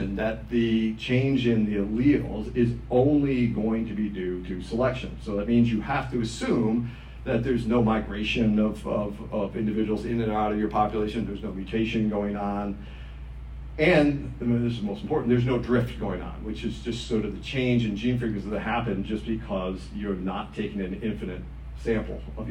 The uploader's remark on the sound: At the "Thomistic Philosophy & Natural Science Symposium" at the Dominican House of Studies.